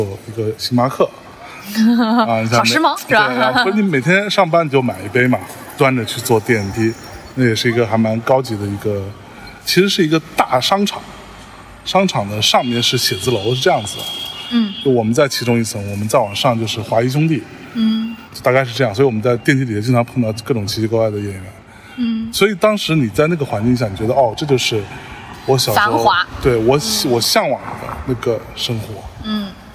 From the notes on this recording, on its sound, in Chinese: 在中秋之日的傍晚时分，在连云港的小河旁，他们边散步边聊天，便录制了这期伴随着自然环境音的“路边风”。